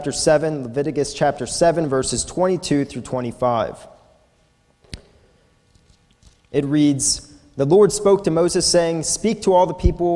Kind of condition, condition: setting, large echoing room